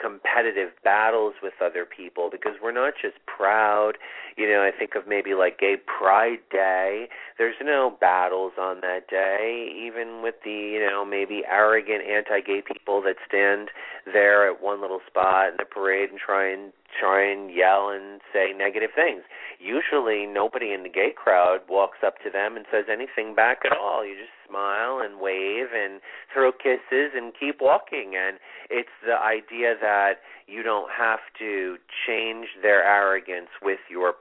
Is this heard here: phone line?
yes